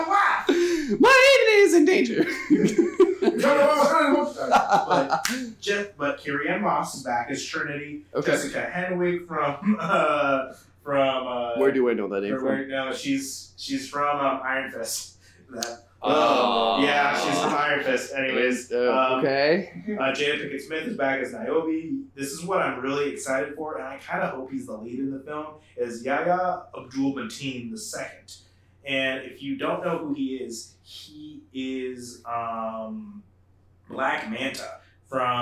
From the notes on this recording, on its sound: unfortunately, some of our equipment crapped out on us